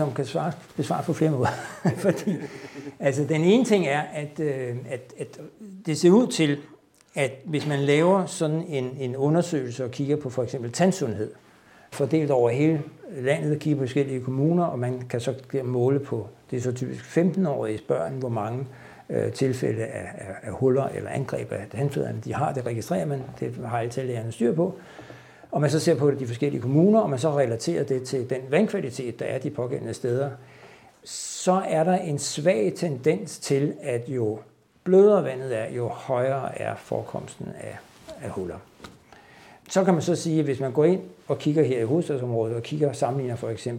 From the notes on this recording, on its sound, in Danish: live optagelse fra Science Stories videnskabssalon